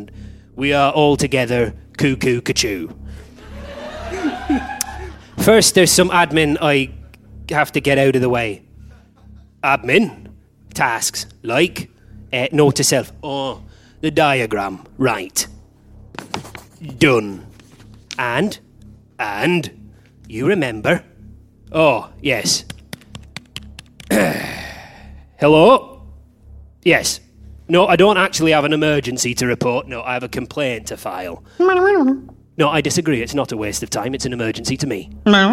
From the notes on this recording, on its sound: Recorded live at BATS theatre, Wellington, New Zealand on the 11th of April 2014